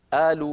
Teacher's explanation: بلاد الشام وبلاد مصر يقلبون القاف همزة، آلوا بدل قالوا سيقولون آلوا، إيش آلوا؟